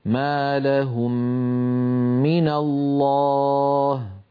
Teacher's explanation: نفس الكلام نرى على المثال الذي على يسار اللوحة من قوله تعالى ما لهم من الله، ما لهم من الله، فلما ننطق هاتين الميمين نرفع عنهما الشفتين ارتفاعة واحدة، نطبق على الميم الأولى ونجافي الشفتين على الميم الثانية، وأثناء إطباق الشفتين على الميم الأولى نمط الغنة · فلما ننطق هاتين الميمين نرفع عنهما الشفتين ارتفاعة واحدة، نطبق على الميم الأولى ونجافي الشفتين على الميم الثانية، وأثناء إطباق الشفتين على الميم الأولى نمط الغنة، هكذا ما لهم من الله. · Term: إدغام الميم الساكنة